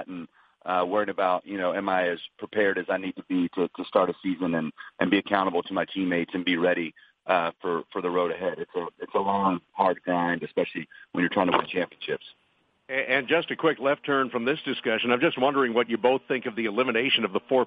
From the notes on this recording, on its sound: MLB Opening Day Conference Call